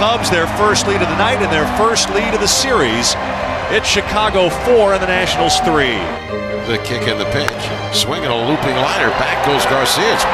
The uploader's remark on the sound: Live from Wrigley